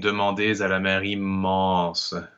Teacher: people linger a little bit on on that m but it, it doesn't really ever become a double M. It's just just a little bit more of emphasis on the consonant rather than a real double M.